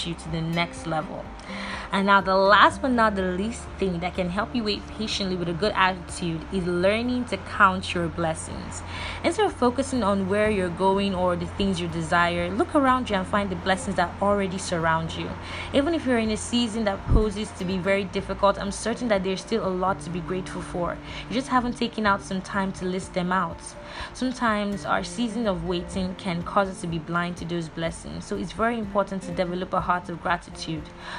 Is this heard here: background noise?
yes